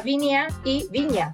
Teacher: Rápidamente vemos cómo la N se contagia de, de ese sonido palatal de la vocal.